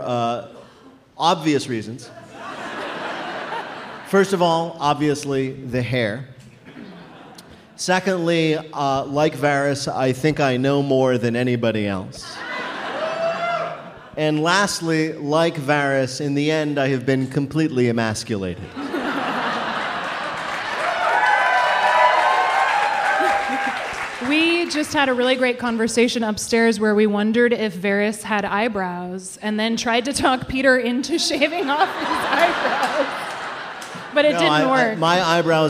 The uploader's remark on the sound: GoT 7.8: Live Season 7 Recap Party. About 400 wildlings met up in Chicago’s Lincoln Square for one last recap of Season 7. This episode was recorded in front of a live audience at the DANK House.